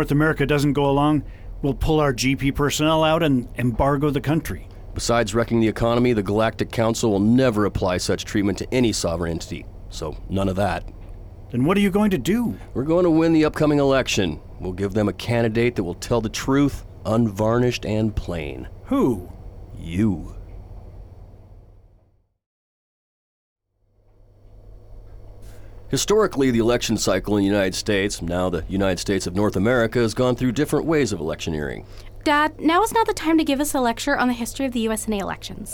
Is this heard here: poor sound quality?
no